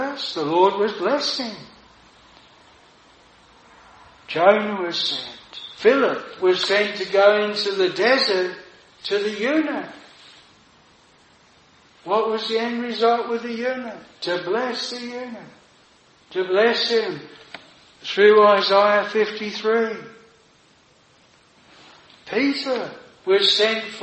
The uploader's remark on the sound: This sermon was preached at Jireh Chapel Tenterden